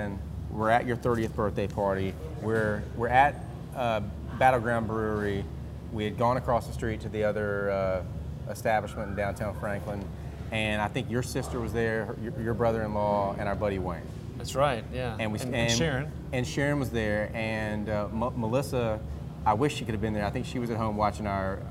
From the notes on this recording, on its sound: Cool Springs Brewery was gracious to let us record our &quot;Executive Meeting&quot; at their incredible location in Franklin, Tennessee. Cool Springs Brewery was gracious to let us record our "Executive Meeting" at their incredible location in Franklin, Tennessee.